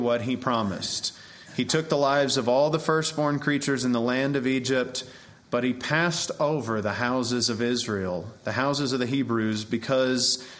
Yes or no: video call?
no